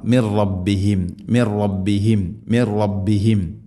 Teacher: അന്നഹുൽ ഹഖ് മിർ റബ് മിർ റബ്ബിഹിം, സാക്കിന നൂന് ശേഷം റാ ഇദ്ഗാം ബിലഗുന്ന, നൂനിനെ റായിലേക്ക് ഇദ്ഗാം ചെയ്യണം, മണിക്കാതെ കൂട്ടിലയിപ്പിച്ച് ഉച്ചരിക്കണം